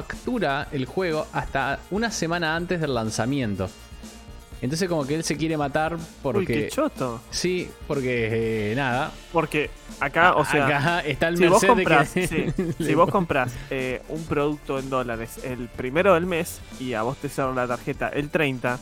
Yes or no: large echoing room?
no